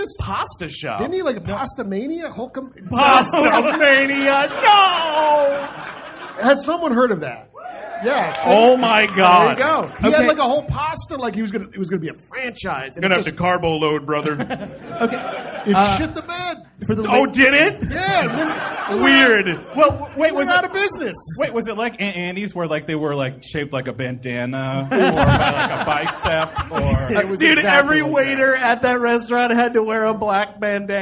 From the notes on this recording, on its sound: The first of two shows taped at the LA Podfest Preview Night. At the Hollywood Improv! Recorded in front of a sold-out crowd.